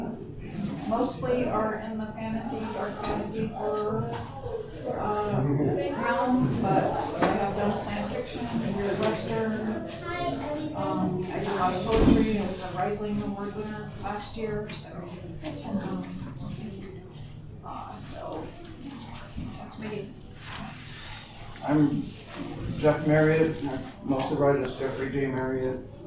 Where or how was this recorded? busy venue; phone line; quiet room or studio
busy venue